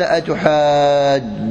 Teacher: وما قالوا، قال أتحاجوني في دوني بالتشديد، أصلها أتحاججونني، أصلها أتحاججونني، فسكنت الجيم الأولى وأدغمت في الثانية فصارت أتحاج بتشديد الجيم · Term: إدغام، الإدغام الكبير